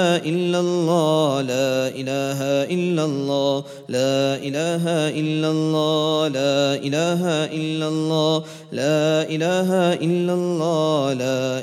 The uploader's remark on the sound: at the Houghton Masjid (West Street)